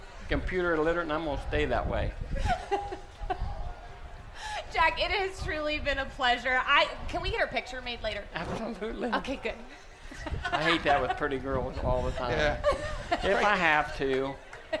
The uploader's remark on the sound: Live from The Kings Royal. Night #3 from Eldora Speeday.